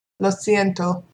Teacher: These two words should be said with no gap between them.